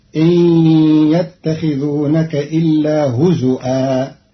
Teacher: قرأ قالون كلمة هزوا بهمز الواو على الأصل في لغة بعض العرب فتصير إن يتخذونك إلا هزوا.